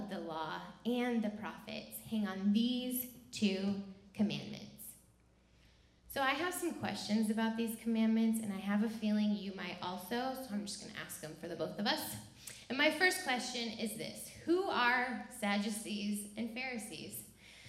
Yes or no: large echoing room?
yes